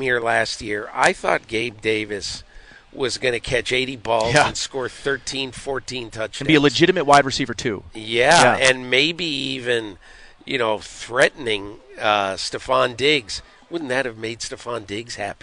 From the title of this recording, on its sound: live from Bills training camp